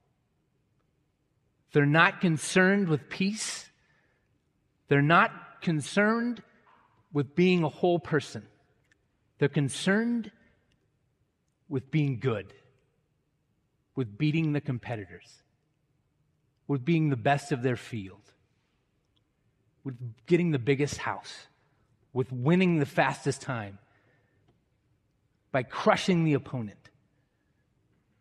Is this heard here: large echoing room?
yes